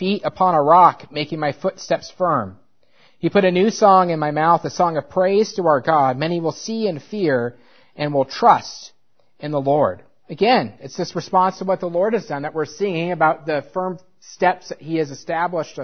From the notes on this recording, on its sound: at Covenant Baptist Church in New Berlin, Wisconsin